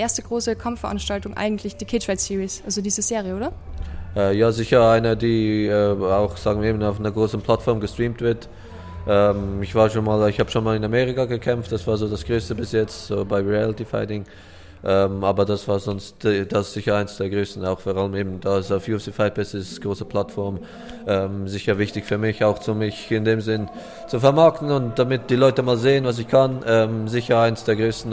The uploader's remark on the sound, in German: Live auf der Cage Fight Series in Wiener Neustadt